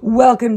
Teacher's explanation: she definitely has a rasp that I currently have. This vocal fry.